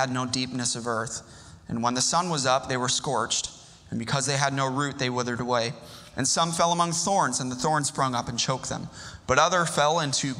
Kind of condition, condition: setting, large echoing room